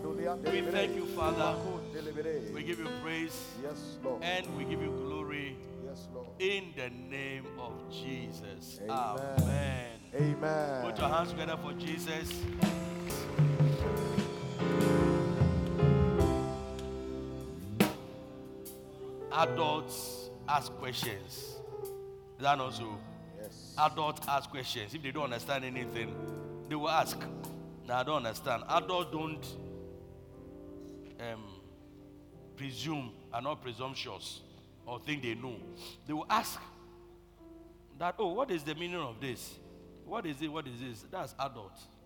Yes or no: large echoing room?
yes